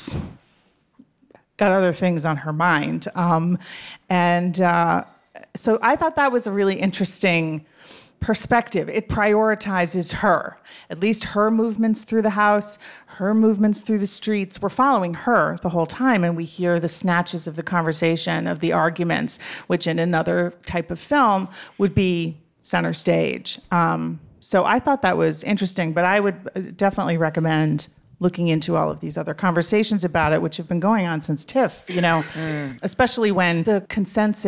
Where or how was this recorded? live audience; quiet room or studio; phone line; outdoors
live audience